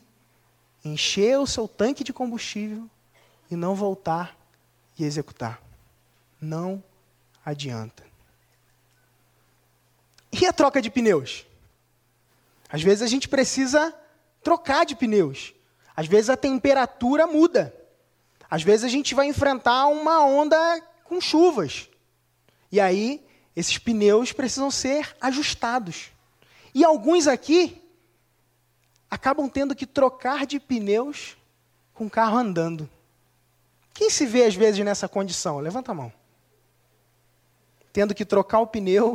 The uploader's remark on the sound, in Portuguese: Assista essa palestra exclusiva realizada no Acelerador Ao Vivo 2015.